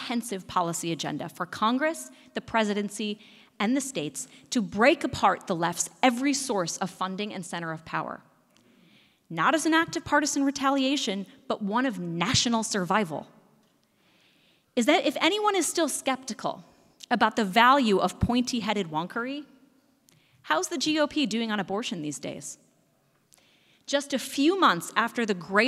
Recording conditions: live audience